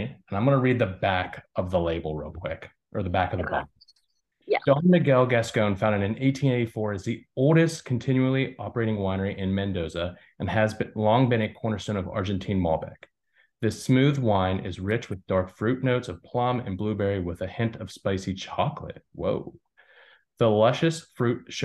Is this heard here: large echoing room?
no